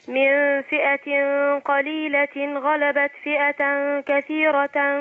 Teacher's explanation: عندنا التنوين مع الغين في إظهار